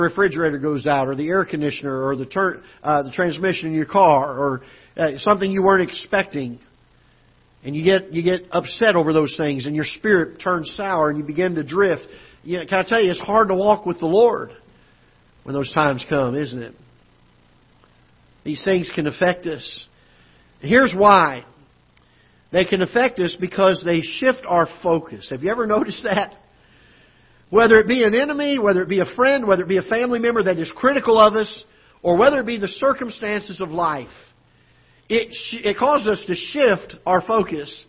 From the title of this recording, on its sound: Ketha Heights Baptist Church ~ Live Broadcast